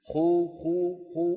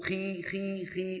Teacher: خي كمية الهواء التي تملأ الفم أقل · Shown in: second take